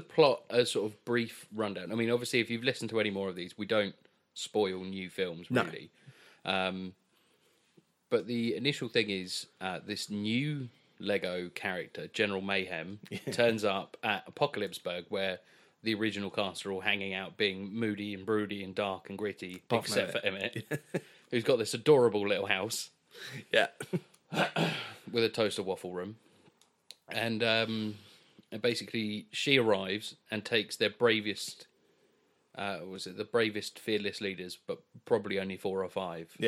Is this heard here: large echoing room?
no